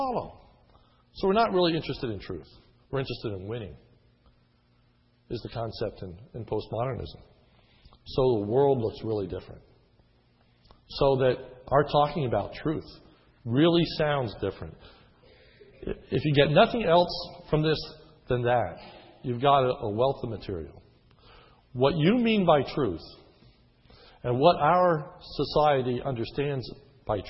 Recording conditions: large echoing room